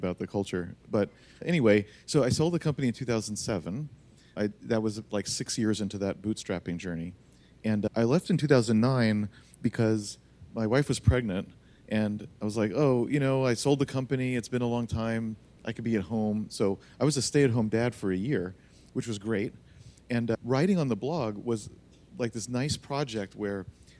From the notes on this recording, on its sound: Recorded for a live audience of Longhorn Startup students at The University of Texas.